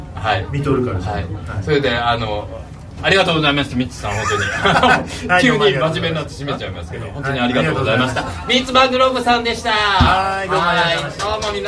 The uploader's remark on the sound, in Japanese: 新宿二丁目ALAMAS CAFEにて公開収録したものを編集しております。途中、会場の都合上、製氷機の音やお客様の声が入っております。機材マイクの関係で音量にバラつきやハウリングがある箇所がございます。